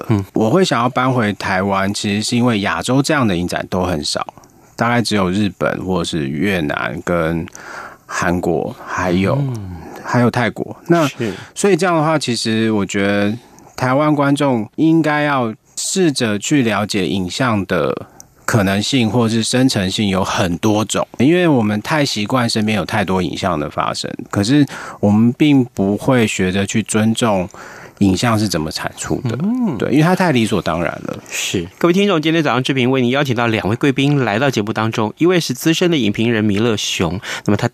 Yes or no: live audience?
no